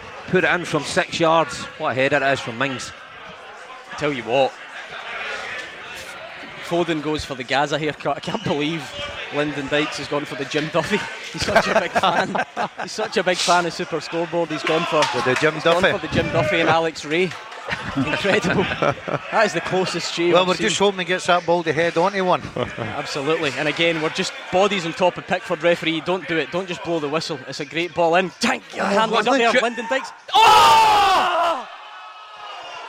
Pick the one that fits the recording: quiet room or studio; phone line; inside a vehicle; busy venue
busy venue